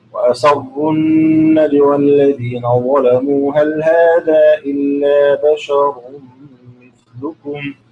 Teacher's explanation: هنقرا الآن بقصر المنفصل لقالون